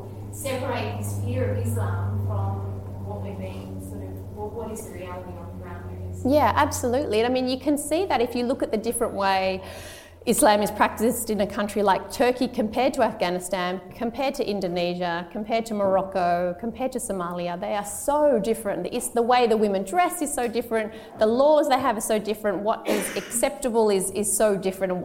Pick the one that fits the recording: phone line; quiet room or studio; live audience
live audience